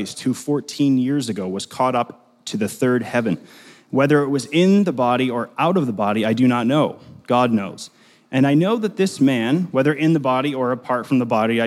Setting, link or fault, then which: setting, large echoing room